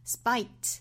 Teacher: s 后面的这个清辅音呢，我们说是不送气发音哈